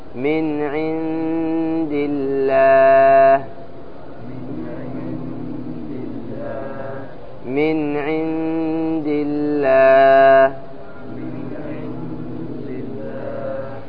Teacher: ترقيق اللام، تنحيف اللام إذا جاء قبلها مكسور